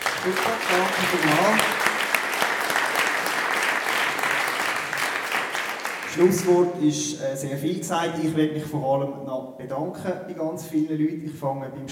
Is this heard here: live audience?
yes